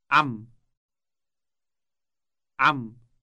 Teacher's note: It starts with a sound produced deep in the throat.